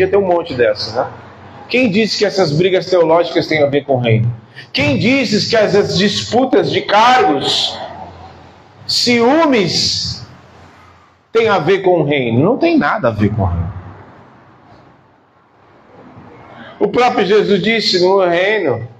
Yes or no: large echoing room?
yes